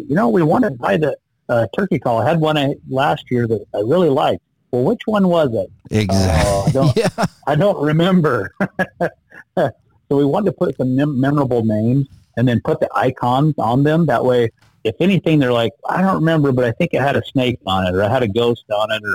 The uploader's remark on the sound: on the phone